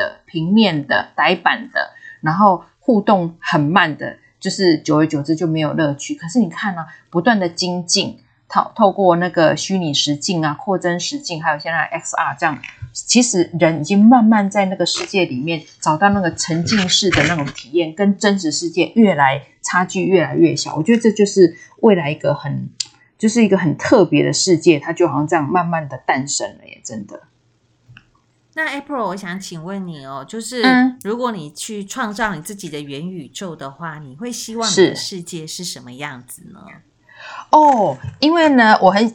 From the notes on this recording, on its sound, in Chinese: 錄製時有雜音請見諒